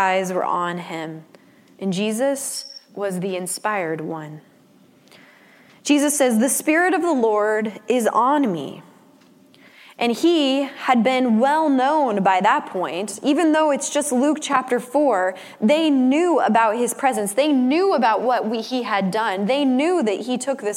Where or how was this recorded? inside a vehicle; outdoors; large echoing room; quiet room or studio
large echoing room